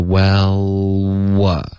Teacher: 你的 l 的音先动舌尖。然后后面要 what 的时候才能动嘴唇 · Term: l 的发音